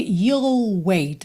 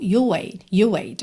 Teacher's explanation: Você não ouve you'll wait. Você não ouve bem esse LL, que é a contração do will com esse you · Shown in: second take · né? You will wait, you'll wait.